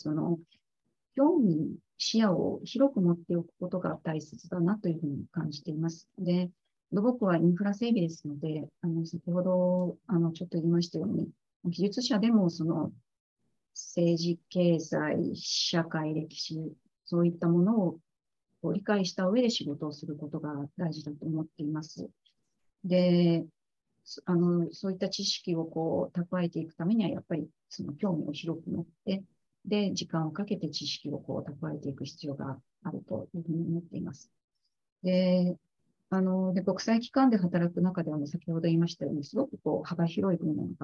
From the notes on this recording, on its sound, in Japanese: 収録場所： オンライン (Zoom)